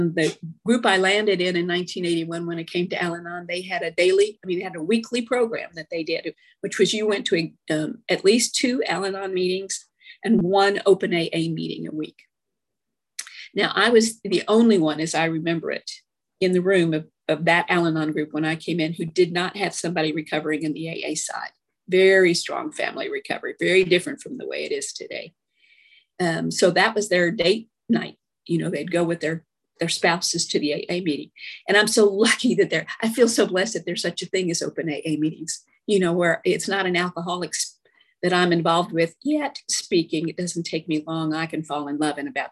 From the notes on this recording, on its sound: From Addison AFG, Dallas, TX shares her experience, strength and hope on zoom.